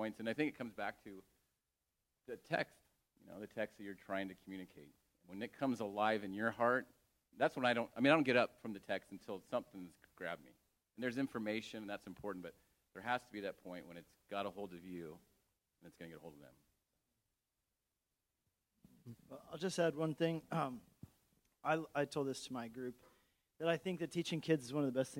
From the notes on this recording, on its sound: Homiletics Q&A Panel. Answer questions from the audience.